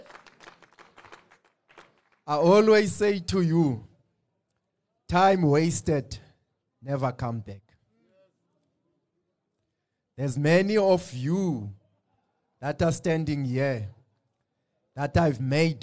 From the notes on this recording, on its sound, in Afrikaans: Luister na die opname van 'n herleweningsdiens, wat ons span by die Allandale Korrektiewe Sentrum gaan hou het